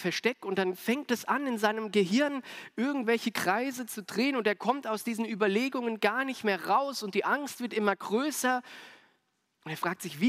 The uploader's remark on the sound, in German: aus dem Classic-Gottesdienst der Missionsberg-Gemeinde (LM)